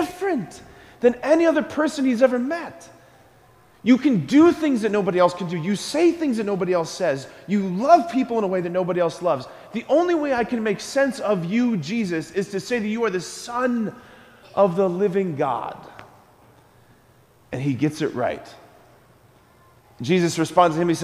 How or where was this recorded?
large echoing room